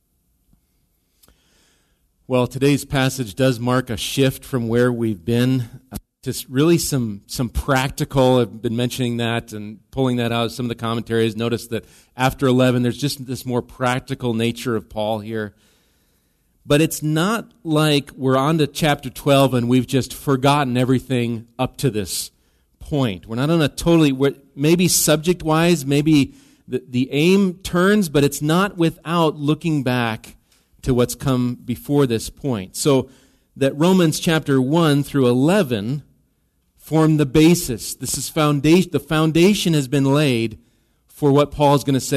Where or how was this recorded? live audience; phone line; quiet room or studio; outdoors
live audience